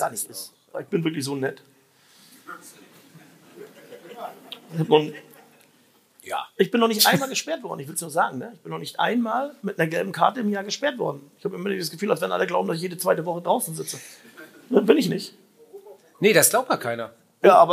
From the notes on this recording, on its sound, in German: Live vom Millerntor. Hier ist die Live-Aufnahme vom Millerntor.